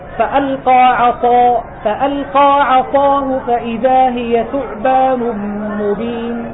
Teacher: أنا أريد أن أسمع صوت التفخيم في القاء استعلاء فقط، وفي الصاد استعلاء وإطباقا وزيادة